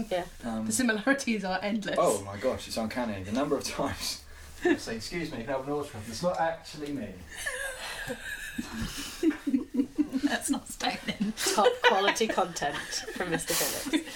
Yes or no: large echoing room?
no